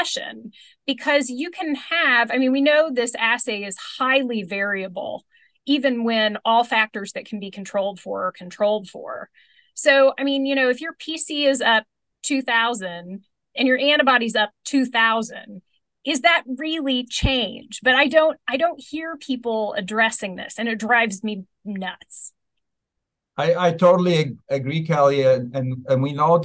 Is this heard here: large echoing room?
no